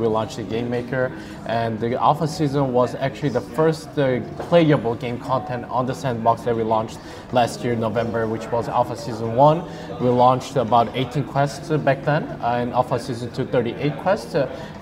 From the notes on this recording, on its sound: Live from Token2049, a premier crypto event organized annually in Singapore and London.